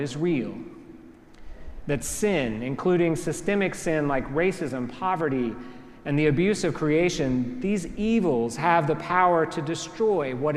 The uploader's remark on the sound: preached at our celebration of the Holy Eucharist on the Second Sunday after Pentecost